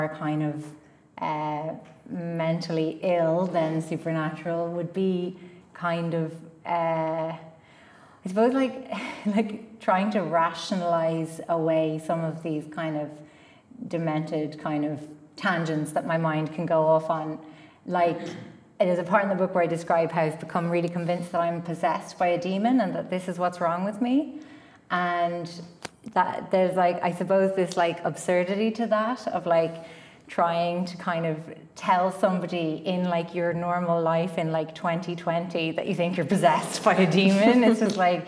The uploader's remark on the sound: This panel discussion, recorded live in MoLI’s Old Physics Theatre.